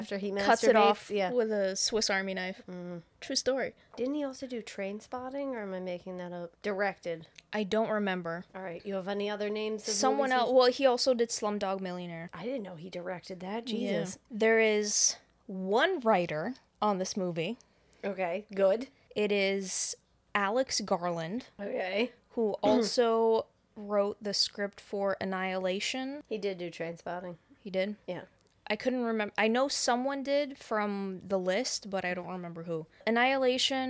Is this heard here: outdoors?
no